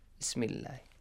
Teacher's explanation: So if you join together, Hamzatul Wasl will be skipped.